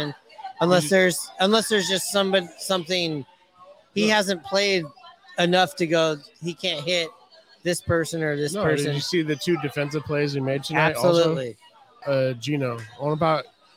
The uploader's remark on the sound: Live from Hooverville Bar!